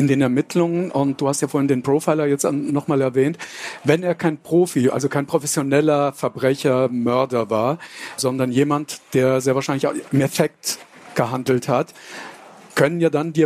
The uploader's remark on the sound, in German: Da es sich bei der folgenden Aufnahme um einen Live-Mitschnitt handelt, kommt es teilweise zu Nachlässen in der Sound-Qualität. In einer Sonderfolge von Spurensuche präsentieren wir einen Live-Mitschnitt von der Frankfurter Buchmesse.